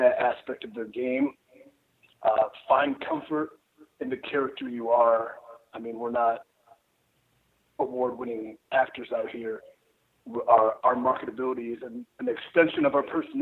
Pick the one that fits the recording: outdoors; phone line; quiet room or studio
phone line